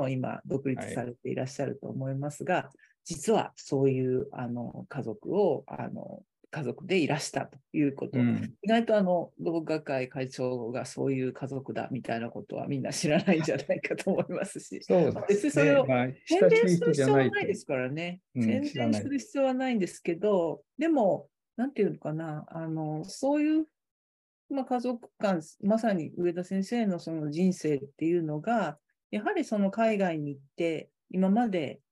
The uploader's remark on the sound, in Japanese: 収録場所： オンライン (Zoom)。